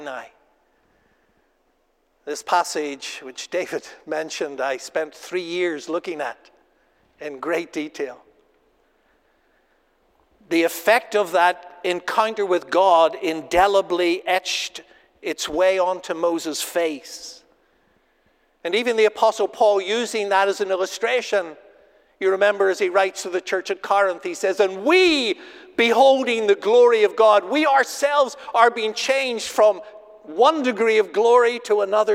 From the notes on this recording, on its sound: Asbury Seminary Kentucky Chapel, recorded on Thursday, April 27, 2023 at Asbury Theological Seminary's Kentucky campus